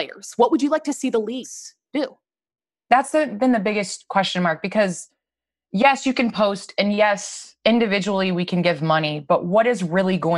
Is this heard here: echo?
no